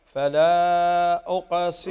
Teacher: عندنا هنا القاف فيها قلقلة